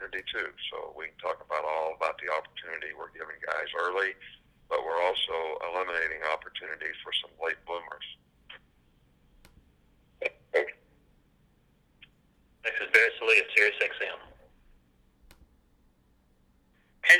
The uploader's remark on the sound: SEC Teleconference